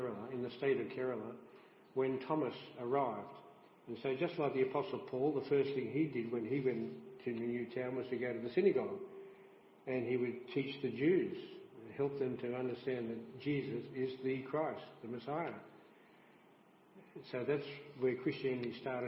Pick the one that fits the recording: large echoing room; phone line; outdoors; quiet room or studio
large echoing room